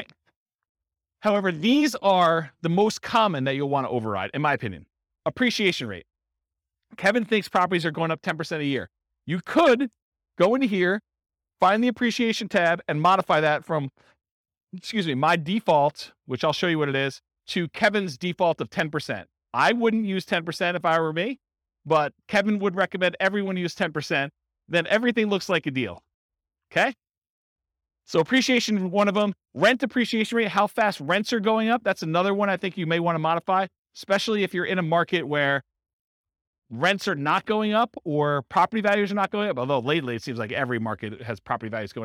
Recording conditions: live audience